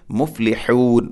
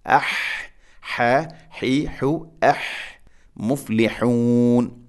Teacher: ഹ തൊണ്ടയുടെ മധ്യഭാഗമാണ് ഹ എൻ്റെ മഖ്റജ്